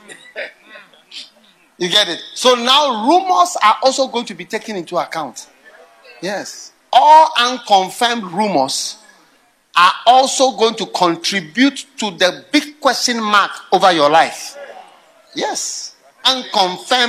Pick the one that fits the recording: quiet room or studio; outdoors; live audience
live audience